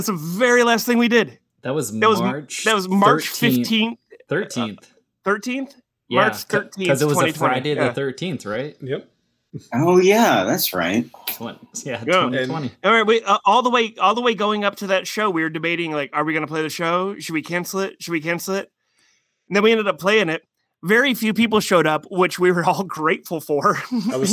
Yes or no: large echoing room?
no